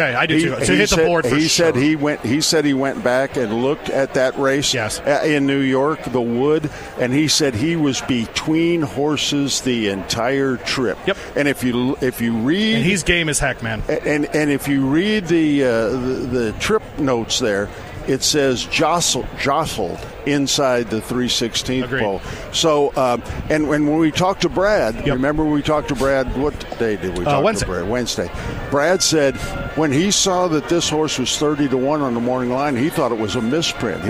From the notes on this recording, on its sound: live from Churchill Downs